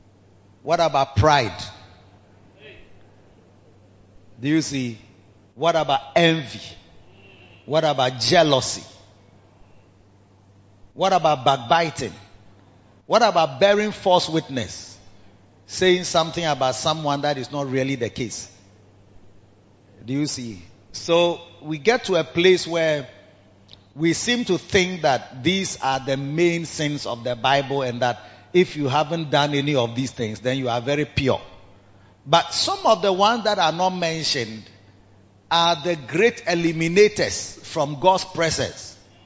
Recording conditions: large echoing room